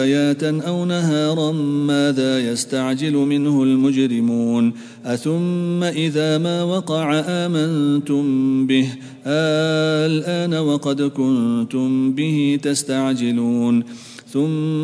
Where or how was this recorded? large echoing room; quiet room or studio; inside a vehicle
large echoing room